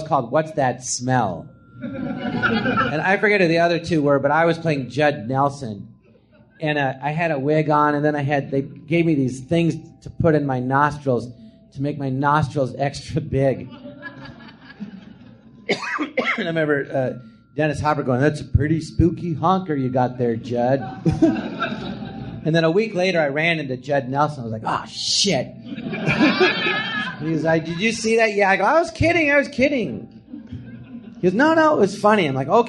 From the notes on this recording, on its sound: Recorded live at the Jon Lovitz Podcast Theatre.